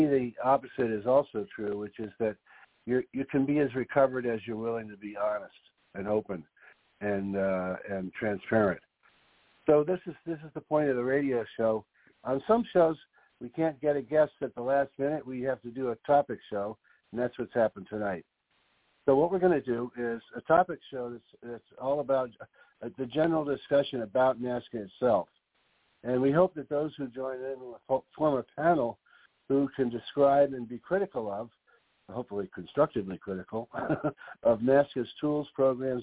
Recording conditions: phone line